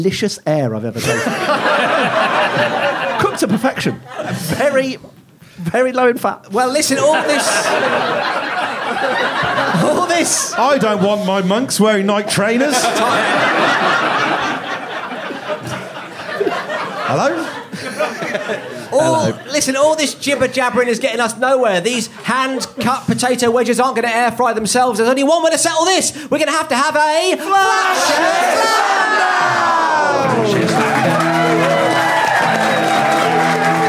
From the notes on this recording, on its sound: recorded live at The Phoenix in Cavendish Square